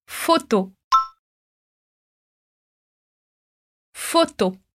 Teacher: Repara que os dois O, eles são fechados. Então, se no português a gente diz foto, o primeiro com som de O e o segundo com som de O, no francês, a gente só vai ter o som de O.